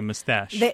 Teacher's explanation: It's much more common to hear mustache with the emphasis on the second syllable.